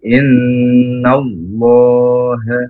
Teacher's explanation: Inna Allah tebal, karena sebelum Allah berharokat fathah